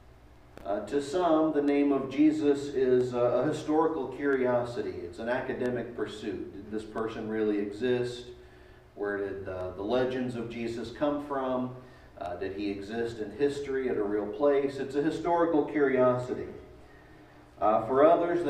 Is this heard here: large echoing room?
yes